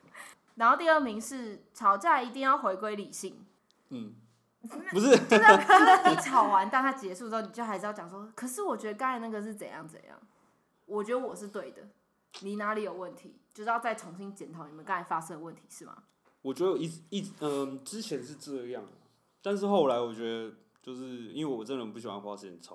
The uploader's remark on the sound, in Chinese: 本集因為共用麥克風所以音質可能會有點小小的不好或不清楚還請多多擔待。